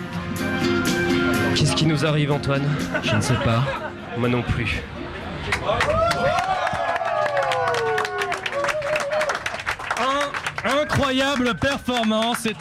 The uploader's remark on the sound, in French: Un Chablis exceptionnel en direct du Pola, dans le cadre de la soirée spéciale Europe avec Euroscope. Qui n'avait pas de micro ce soir.